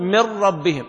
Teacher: تحول النون إلى راء ثم تضغم الراء في الراء